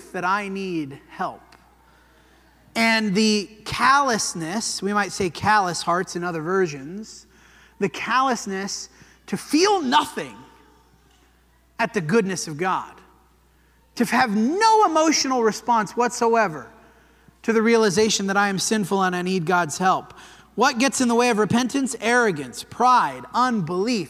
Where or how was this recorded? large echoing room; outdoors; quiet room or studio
large echoing room